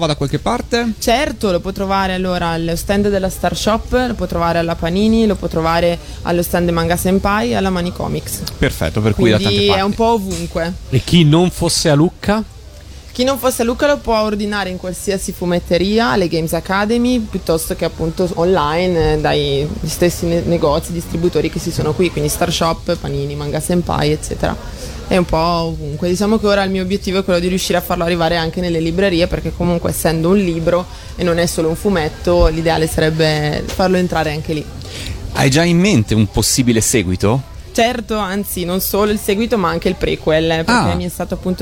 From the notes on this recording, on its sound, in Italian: Da Lucca Comics & Games 2019